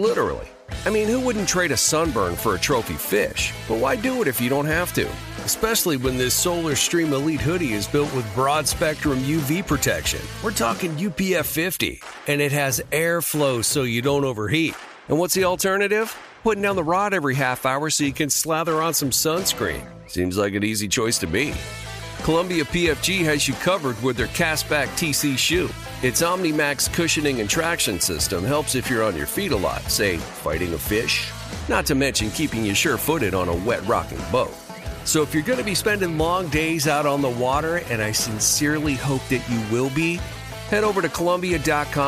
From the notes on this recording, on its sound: Live from Super Bowl Row